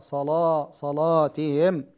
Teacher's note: صلاتهم، غلظ اللام هكذا، صلاة صلاتهم يعني غلظ اللام حق التغليظ